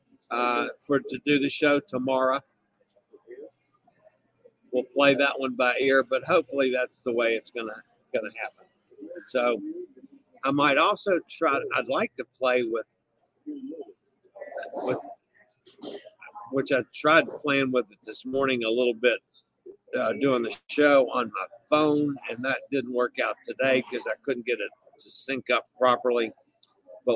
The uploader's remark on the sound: LIVE from Adventure of the Seas in the Gulf of Mexico